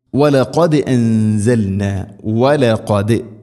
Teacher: ദാലിനെ കൽക്കല ചെയ്യണം, ശരിക്കും കേൾക്കണം